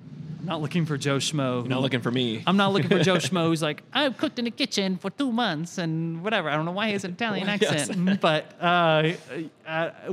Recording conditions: busy venue